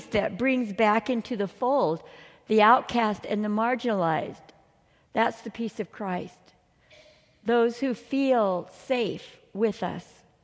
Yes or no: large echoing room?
yes